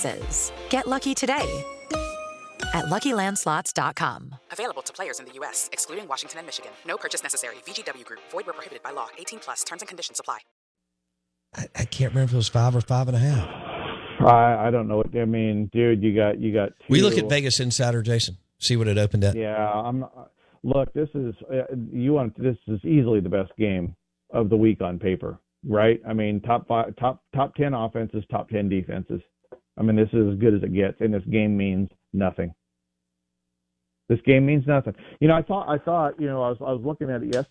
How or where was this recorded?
phone line